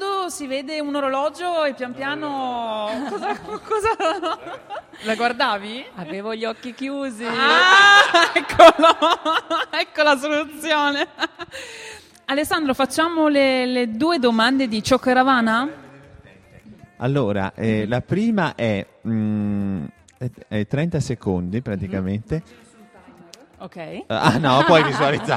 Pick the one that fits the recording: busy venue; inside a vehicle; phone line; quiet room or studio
busy venue